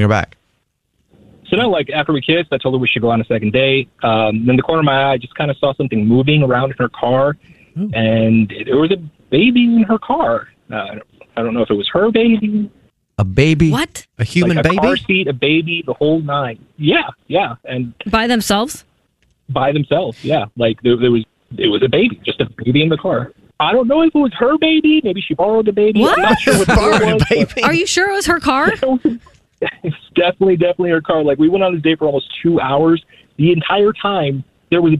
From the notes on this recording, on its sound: We get that other person on the phone